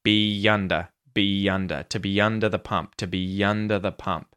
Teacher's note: There's a little Y, Y or Yod vowel sound or semi-vowel sound that links the two. It's like a Y, Y, Y, be under.